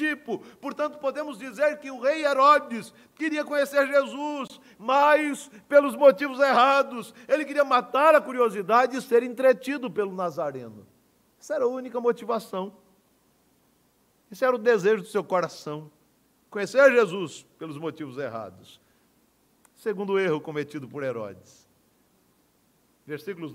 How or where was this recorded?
large echoing room